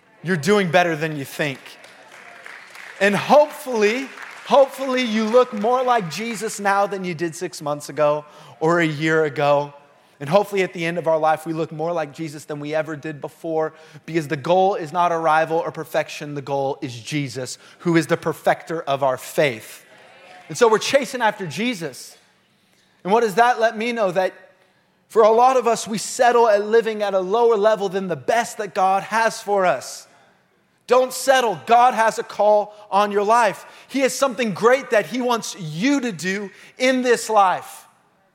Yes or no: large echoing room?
yes